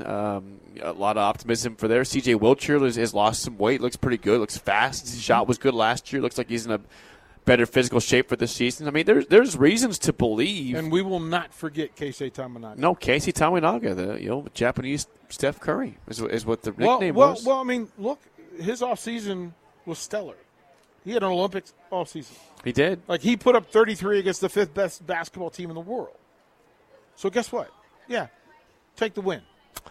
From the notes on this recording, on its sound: Live from Barry's - September 30th, 4:45pm